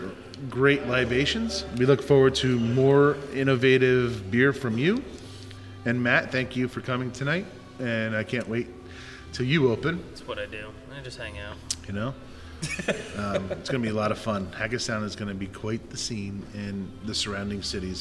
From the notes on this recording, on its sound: stayed warm drinking barrel-aged beer at Gnarly Brews Tap Room and Bottle Shop in Phillipsburg, NJ.